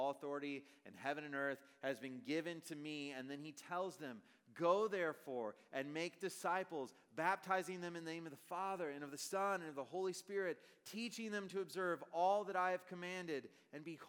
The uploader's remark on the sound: Message preached on September, 2023 at a Thursday Night Gathering of Coram Deo College Ministry.